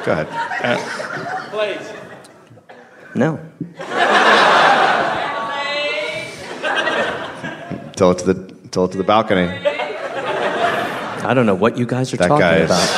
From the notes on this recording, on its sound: Live in Australia. Live from Adelaide, Australia.